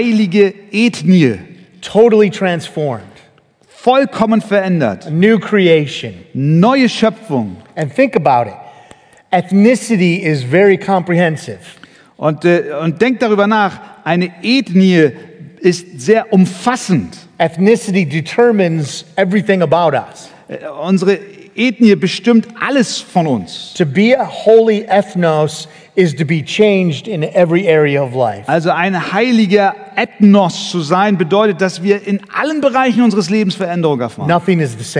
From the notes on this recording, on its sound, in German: Eine Predigt im Rahmen der Eckstein-Konferenz